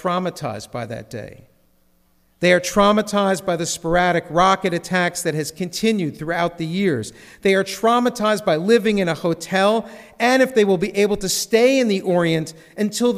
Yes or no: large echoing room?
yes